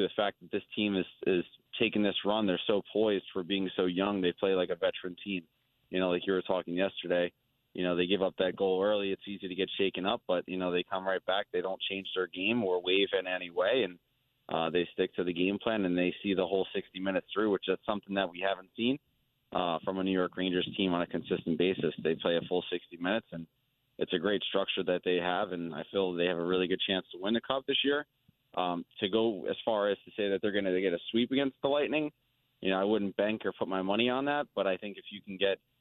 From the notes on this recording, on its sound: Both Rangers and Islanders fans call